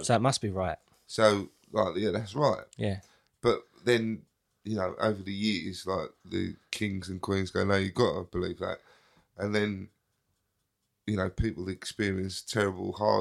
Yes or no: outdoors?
no